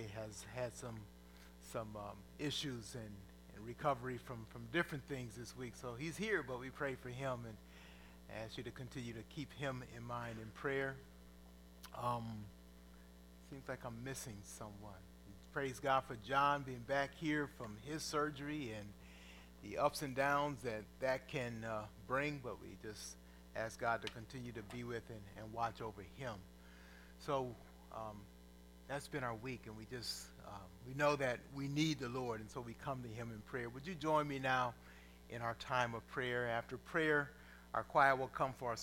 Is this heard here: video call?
no